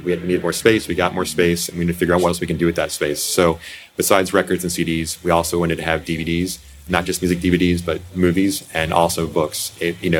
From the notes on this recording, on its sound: Recorded in the alcove at Stardust Video and Coffee on the eve of Record Store Day in April 2022.